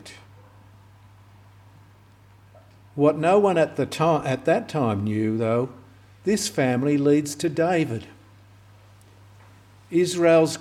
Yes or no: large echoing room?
yes